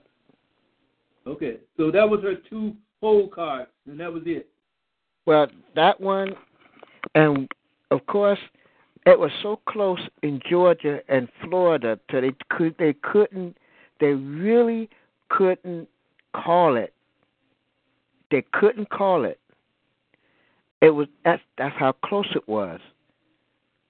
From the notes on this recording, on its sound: your phone calls